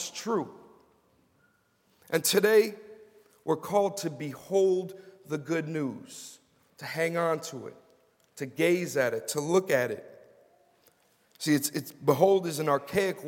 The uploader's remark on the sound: Was preached at Grace & Peace Fellowship in St. Louis, MO USA.